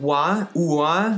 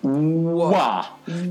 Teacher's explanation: Попробуйте сначала говорить «у», а потом резко сказать «а», то есть «уа». И вот как раз-таки «в» находится на переходе между «у» и «а». Вот, то есть, там, где ваш рот э, расширяется как э, от звука У до звука А, как лопающийся воздушный шарик, вот это и есть английский звук W.